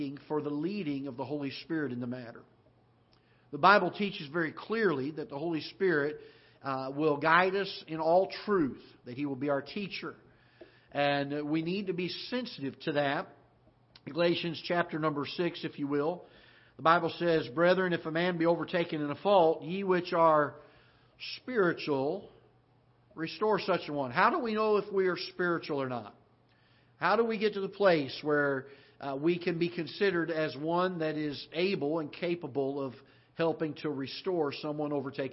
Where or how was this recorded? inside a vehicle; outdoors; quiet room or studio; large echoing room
large echoing room